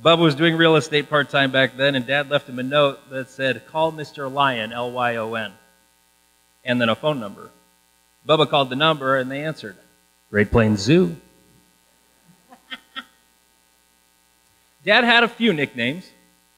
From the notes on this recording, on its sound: The audio quality is not great, there was a buzz in the church audio system. I did my best to get rid of it.